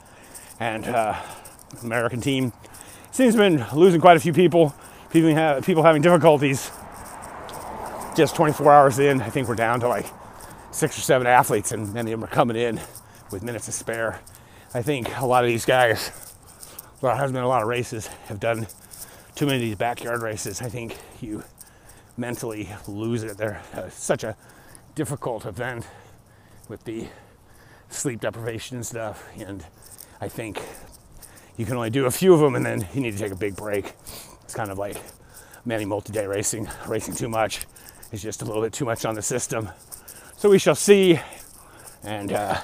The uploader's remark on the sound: Walk Talk. I was out walking in the pre dawn hours like I have done for decades...